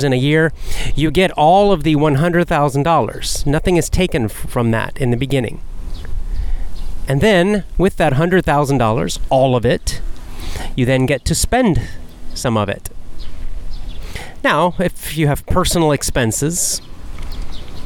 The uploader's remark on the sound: Walk n Talk